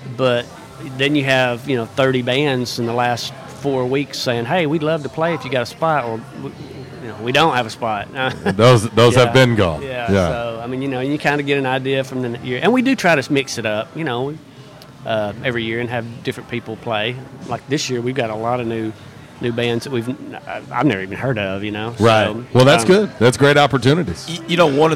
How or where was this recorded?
busy venue